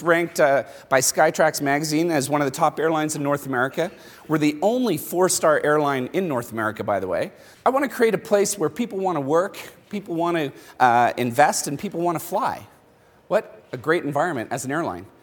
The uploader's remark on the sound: Banff. The Gathering is an exclusive union of the world's bravest brands. Addresses the conference.